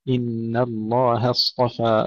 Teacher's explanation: ووصى بها إبراهيم يا بني إن الله، ننتبه إلى ترقيق النون والهاء كما سبق التنبيه مرارا، إن الله اصطفى، أيضا هنا ننتبه إلى كلمة اصطفى، تفخيم الصاد والطاء ثم ترقيق الفاء